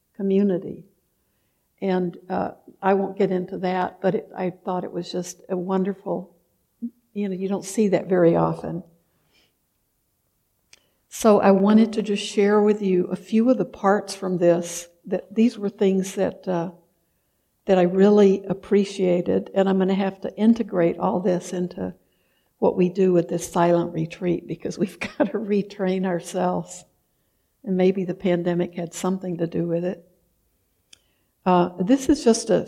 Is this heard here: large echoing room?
yes